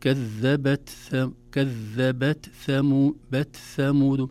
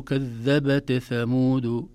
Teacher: لا بد أن نظهر همس التاء بمقدارها · Shown in: first take